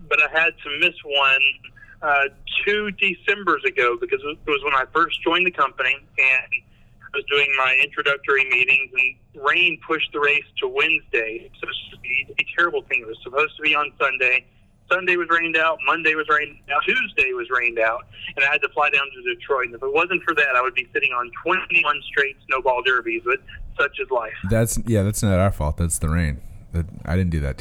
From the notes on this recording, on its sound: On a phone call with resident NASCAR reporter.